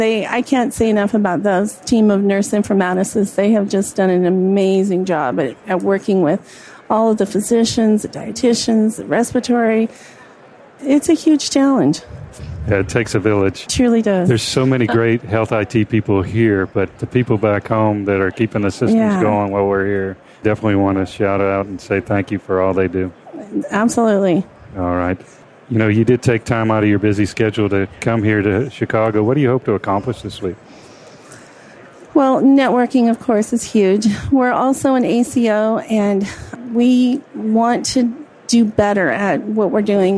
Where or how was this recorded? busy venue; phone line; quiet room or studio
busy venue